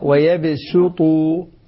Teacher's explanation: إن يصفقوكم يكونوا لكم أعداء رقق السين ويبسطوا، لاحظ السين لأنها جاءت بعد الطاء حتى لا تفخم معها